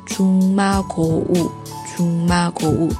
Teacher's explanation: 因为遇到了妈，妈，这个有音变，读成后鼻音的